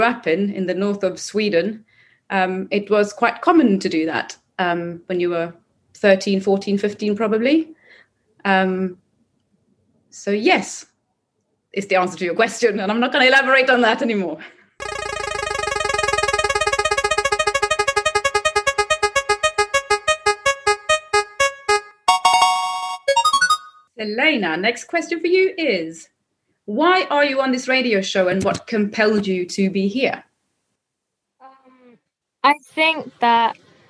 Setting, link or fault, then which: link, video call